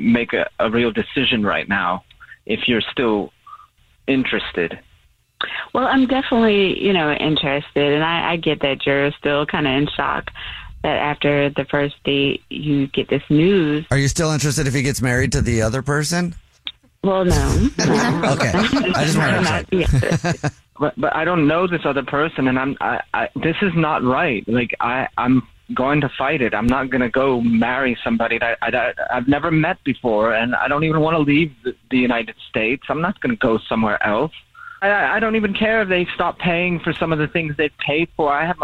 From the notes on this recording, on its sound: We get that other person on the phone. One listener on the phone is not getting a call back.